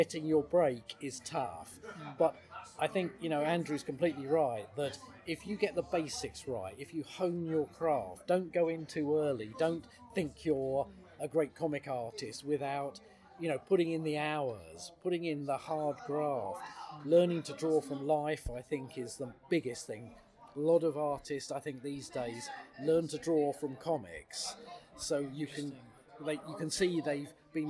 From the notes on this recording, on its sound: a small Transformers Convention called TFUKCon in Birmingham, England